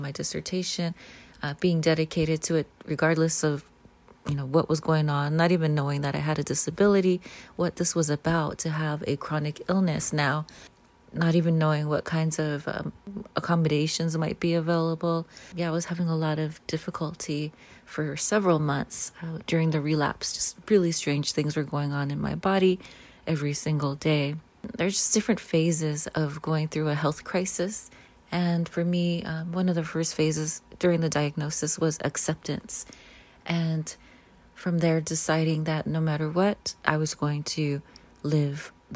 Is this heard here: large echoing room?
no